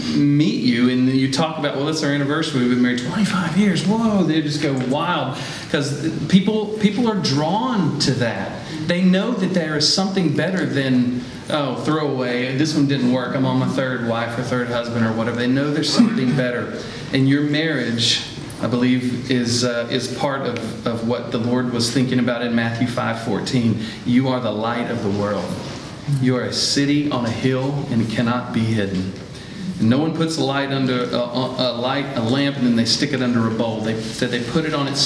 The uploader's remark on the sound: Today’s audio comes from the National Disciple Making Forum by Discipleship.org. D6 Family hosted a track called “Discipleship in the Home.”